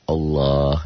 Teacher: Kalaupun ada O, hanya huruf-huruf tertentu, manakala dia berbaris fathah seperti ro, so, do, zo, do, ko gitu. Atau lafad Allah yang taglid, yang tafkhim. Berbunyi seperti bunyi o, Allah.